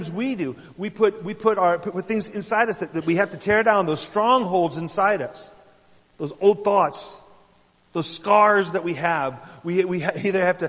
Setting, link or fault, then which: setting, large echoing room